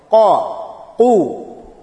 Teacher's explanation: When there is zabar, when there is pesh, on qaf is full mouth letter.